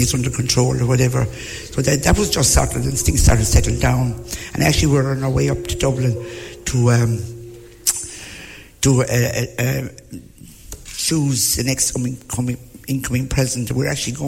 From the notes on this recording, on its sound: Broadcasting live from Fitzgeralds Woodlands House Hotel & Spa in Adare